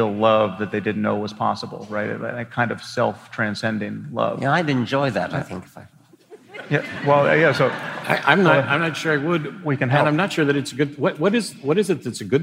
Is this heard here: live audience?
yes